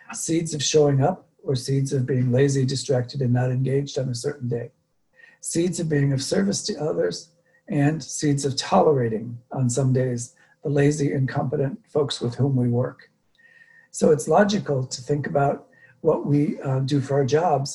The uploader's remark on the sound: Dharma talk via Zoom.